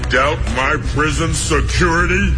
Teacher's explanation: 然后我们看其中节奏的处理啊，You doubt T 失去爆破